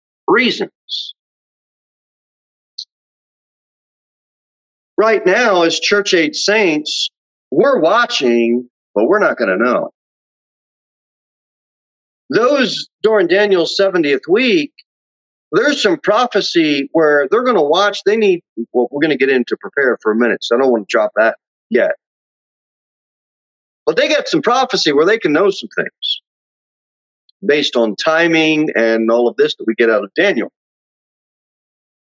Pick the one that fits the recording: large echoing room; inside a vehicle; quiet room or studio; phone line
large echoing room